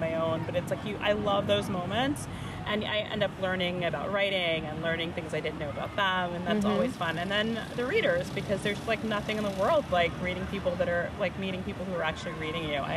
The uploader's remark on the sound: Lightning round questions with some of the fantastic authors I came across at the annual Los Angeles Times Festival of Books